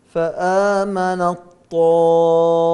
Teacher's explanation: أدخلنا التاء قلبناها إلى طاء وأدخلناها في الطاء ولم يبقى لها صفة مثلا من استفال أو ترقيق أو غير ذلك. · Term: إدغام كامل